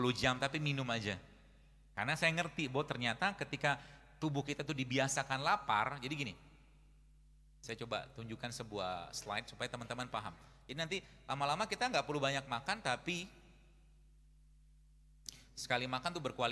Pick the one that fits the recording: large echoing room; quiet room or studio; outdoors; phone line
large echoing room